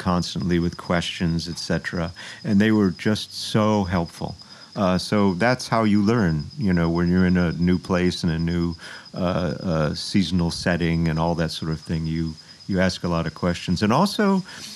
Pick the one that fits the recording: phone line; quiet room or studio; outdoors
outdoors